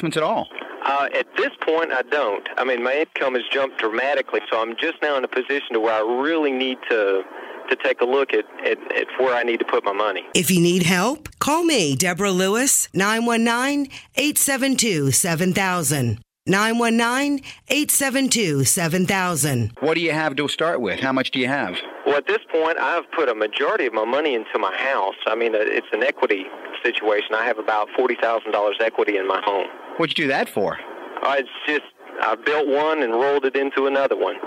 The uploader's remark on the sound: Financial planning call-in show answering your personal financial planning questions.